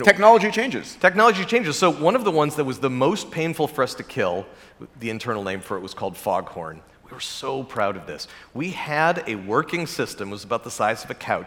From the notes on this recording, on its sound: Recorded during the 2022 Abundance360 summit.